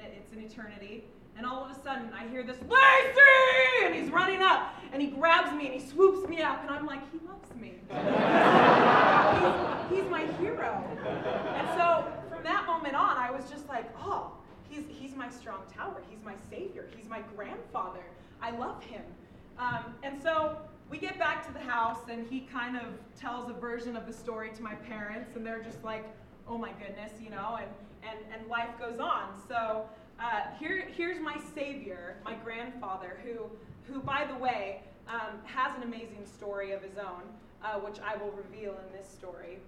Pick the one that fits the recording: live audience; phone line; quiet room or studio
live audience